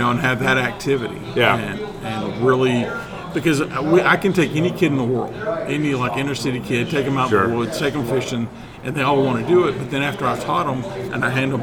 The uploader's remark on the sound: live from the Dallas, Texas NRA show